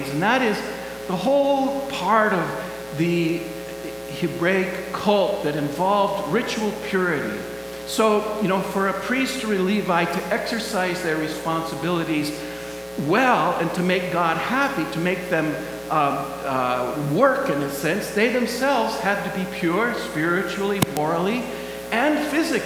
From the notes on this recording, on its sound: Please excuse the buzz in the audio background!